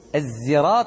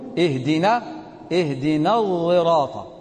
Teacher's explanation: حرف متكلف بين حرفين، بين حرف الصاد وحرف الزاي · Shown in: second take · Term: الإشمام